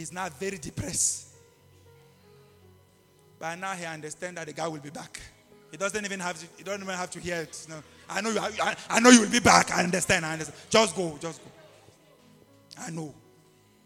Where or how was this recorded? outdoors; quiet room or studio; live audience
live audience